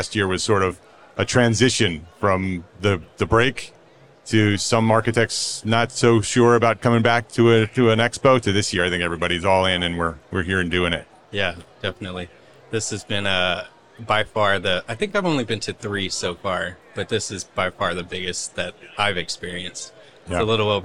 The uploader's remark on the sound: In this bonus episode, we share day 2 from our live podcasting event at the 2023 AIA Conference on Architecture in San Francisco, California. On the expo floor of A’23.